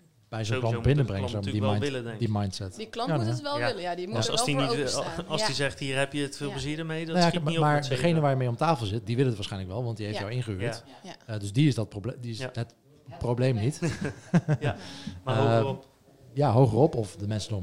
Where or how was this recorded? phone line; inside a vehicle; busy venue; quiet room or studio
busy venue